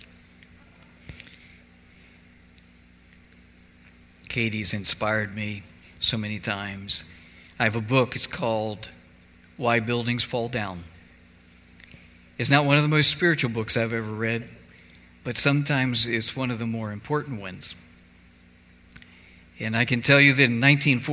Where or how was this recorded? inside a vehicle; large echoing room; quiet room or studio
large echoing room